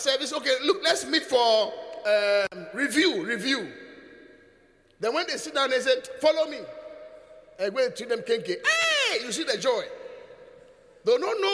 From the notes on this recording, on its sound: Preached at the Qodesh